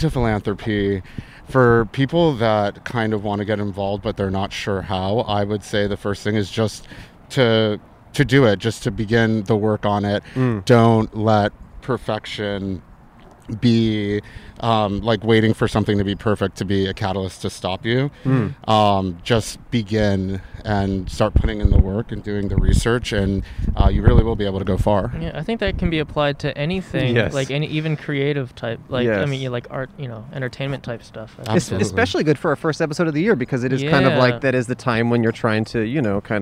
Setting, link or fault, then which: setting, outdoors